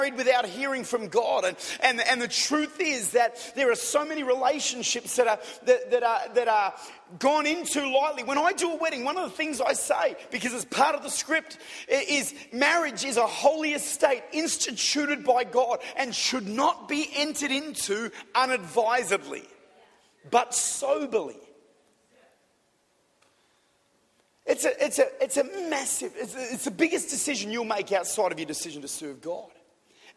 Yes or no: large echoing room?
yes